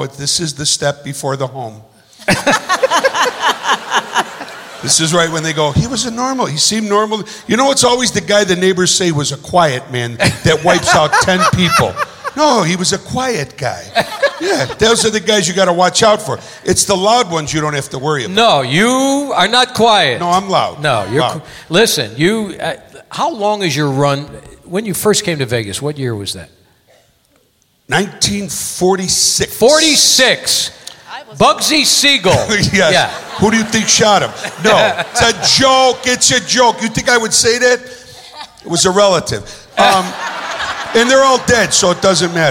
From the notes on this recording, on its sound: Live At the SouthPoint Casino